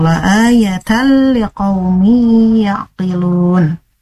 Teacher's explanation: Kemudian di kalimat la ayatal, nah itu tidak ditahan ya, tapi langsung ditekan la ayatal liqau. Nah itu kan idgham masuk tapi tanpa dengung, tanpa ada ditahan juga, jadi langsung la ayatal liqaumi yaqilun.